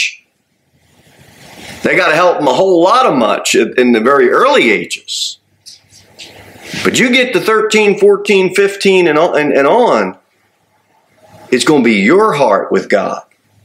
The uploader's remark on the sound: Sermon delivered at Pilgrim Baptist Church on Thursday, December 21, 2023, at 6-15 pm. Pilgrim Baptist Church, located at 229 W. Jere Whitson Rd.